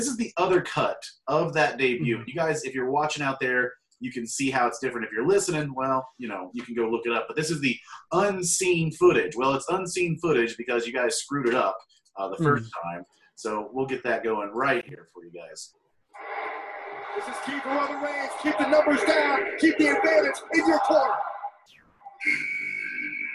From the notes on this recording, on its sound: Well Zoom lets us down a little on the audio within the episode.